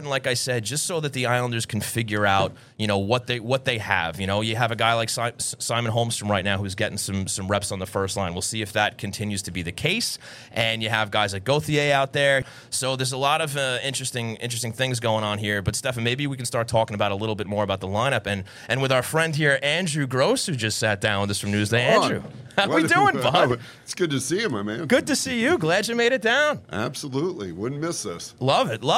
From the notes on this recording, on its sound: took the show on the road to Blue Line Deli & Bagels in Huntington